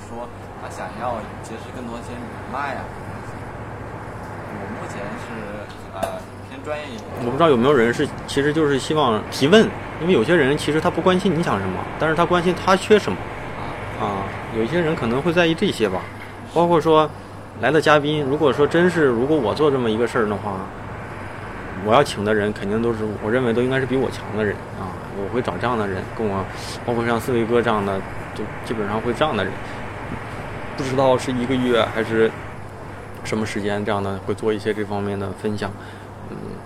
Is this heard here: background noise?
yes